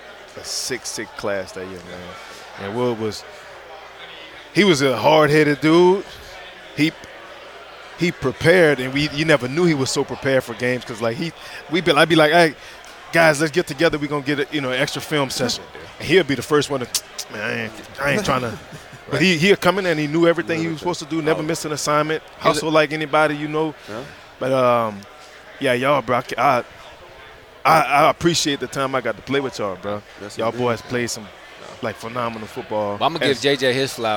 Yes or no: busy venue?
yes